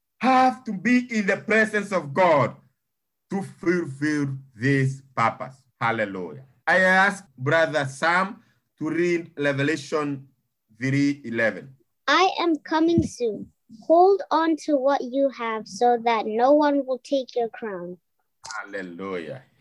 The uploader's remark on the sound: Thank you for praying and joining Living Effectively zoom meeting. To hear our children reading the scriptures is a blessing.